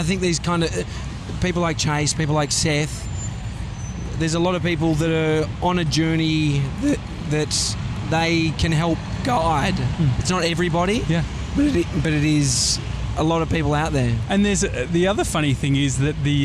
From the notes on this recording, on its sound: we're live from outside The Flatiron Building